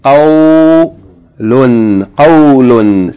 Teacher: This is a diphthong. Fatha followed by waw with sukoon. It's pronounced aw.